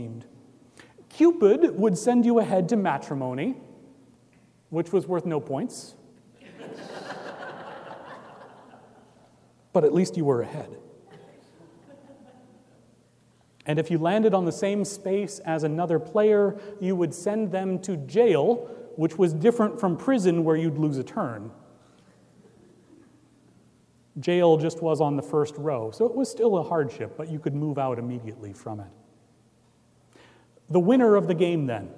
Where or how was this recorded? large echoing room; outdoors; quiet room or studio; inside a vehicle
large echoing room